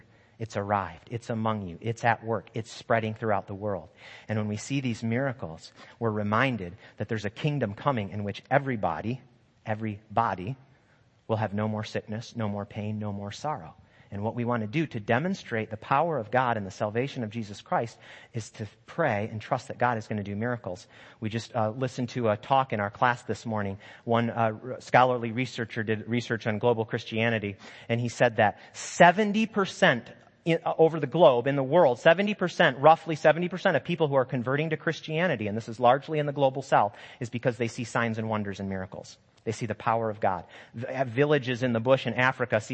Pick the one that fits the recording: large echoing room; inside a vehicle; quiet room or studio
large echoing room